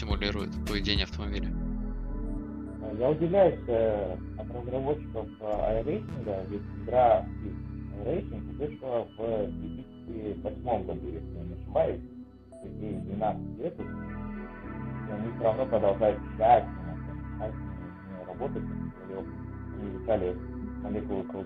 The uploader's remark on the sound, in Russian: Сразу хочу извинится за качество моего голоса в данном эпизоде. Я не ожидал таких проблем, но на момент записи я просто ничего не смог сделать и пришлось записать вот так.